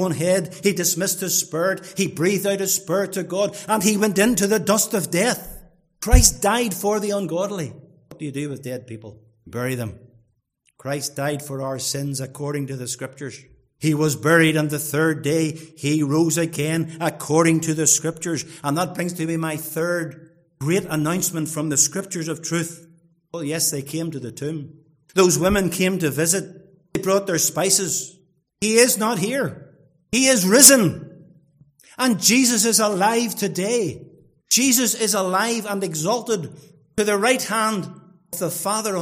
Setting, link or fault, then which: setting, large echoing room